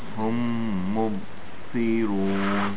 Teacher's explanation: مبصرون. Okay, make the shadda on the meem, two beats, and then the sod has a whistling sound.